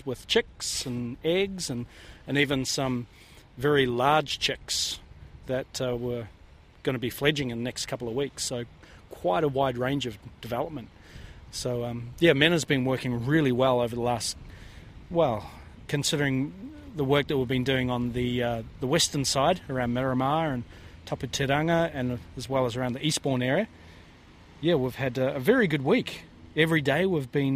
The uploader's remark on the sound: on a little penguin search in Wellington